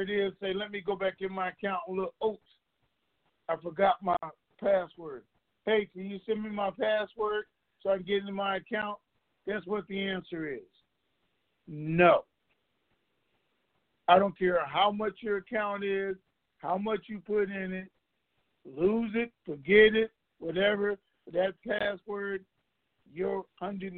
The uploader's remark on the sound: TNTSuperfantastic Conference Call